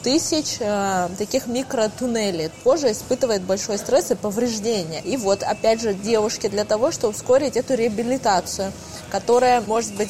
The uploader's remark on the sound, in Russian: Это был первый выпуск, записанный нами после пандемии. Поэтому в целях экономии времени записывали этот подкаст в кафе.